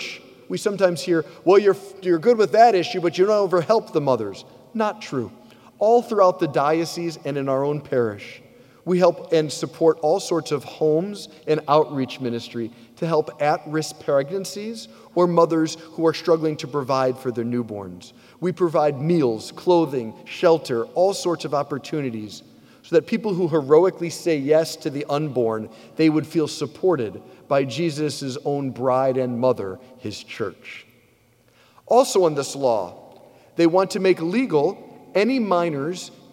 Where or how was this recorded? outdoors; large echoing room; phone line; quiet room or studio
large echoing room